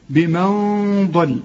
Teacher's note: هنا نون وبعدها الضاد، برضو الضاد من حروف الإخفاء. هنا الغنة هنا مفخمة، ليه؟ علشان الضاد مفخمة